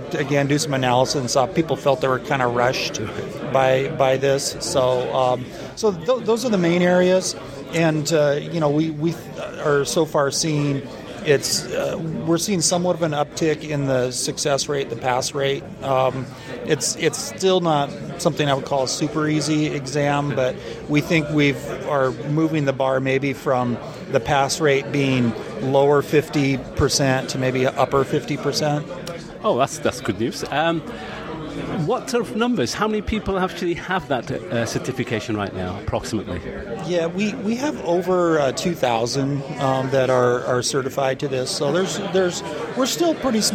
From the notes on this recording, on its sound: recorded in London on 24th April during InfoSec 2013